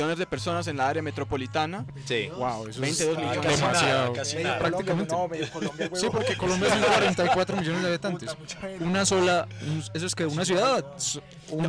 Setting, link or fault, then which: setting, busy venue